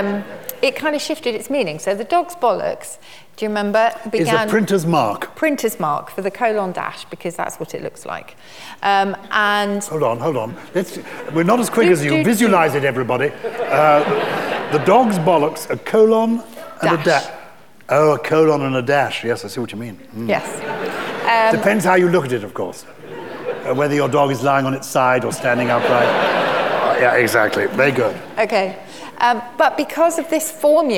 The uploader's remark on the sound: Recorded live in front of 1000 Purple People at the Chichester Festival Theatre.